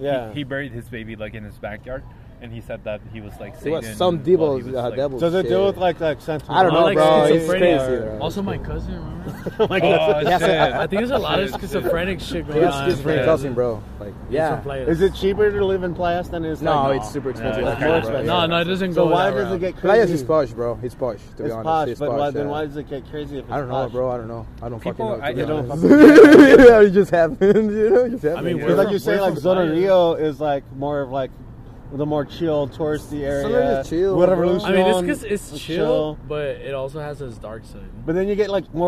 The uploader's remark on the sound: I had my digital recorder with me. We recorded this in the Tower Bar parking lot.